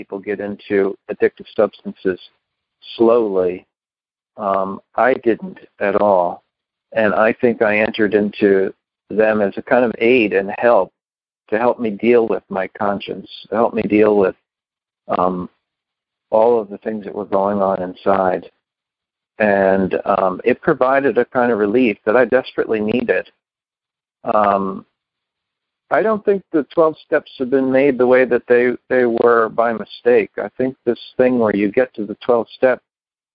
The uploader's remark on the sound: Upstate New York. Noon Phone Speaker Meeting.